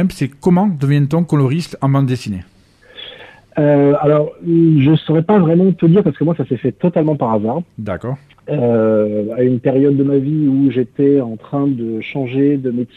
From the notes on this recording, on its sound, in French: reçoit par téléphone 2 coloristes